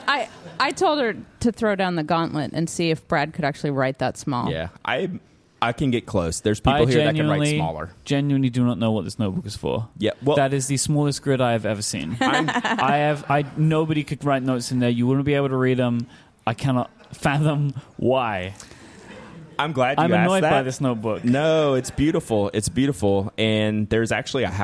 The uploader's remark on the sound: Live from the San Francisco Pen Show 2019